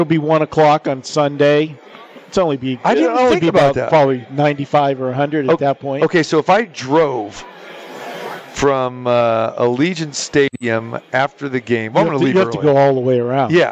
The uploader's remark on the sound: Live from the Super Book at the Westgate Las Vegas